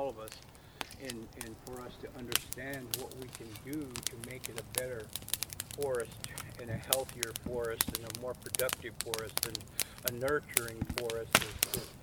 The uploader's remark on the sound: It features voices from the First Wailaki Cultural Burn in Southern Humboldt in 150 years, which happened at the So Hum Community Park. I was honored to be on site with the cultural burn crew, and my tape recorder.